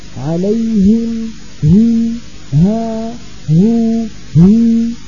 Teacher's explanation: عليهم كمان الهاء لا بد من تصفية صوتها، بعض الإخوان بيقولوا صراط الذين أنعمت عليهم، عليهم عليهم هي الصوت ما يعمو معروف فيها الصوت هذا، عليهم هي ها هو هي، لابد من تصفية الهاء وإعطائها حقها من الهمس وهو جريان النفس